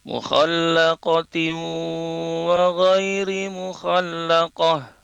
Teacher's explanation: bunyi huruf nunnya lebur ke huruf waw, dan kemudian ditahan selama 2 harakat. Mukhallaqatin wa ghairi mukhallaqah, misalnya, ya. · Term: idgham bi gunnah